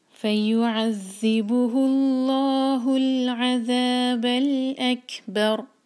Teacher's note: اللہ العذاب الاکبر، یہاں کیف ساکن ہے، اس پر ہم حمز کریں گے، ہوا کے ساتھ پڑھیں گے اکبر، اور را کو کیونکہ ہم ساکن کر رہے ہیں اس سے پہلے با پر فتح ہے تو را بھاری پڑا جائے گا منہ بھر کر